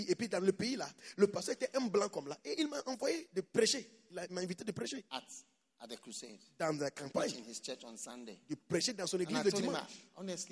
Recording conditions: live audience